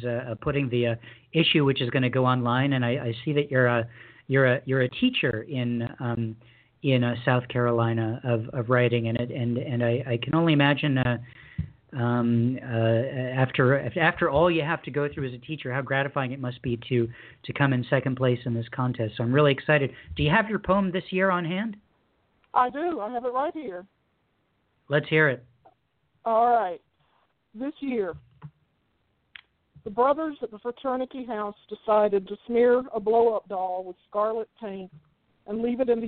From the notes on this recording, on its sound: Special PSH Live event. A few of our top ten scoring poets were listening and called in to read their poems.